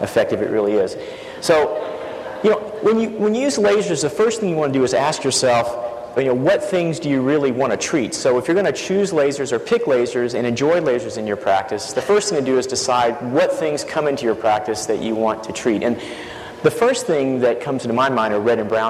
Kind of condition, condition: setting, live audience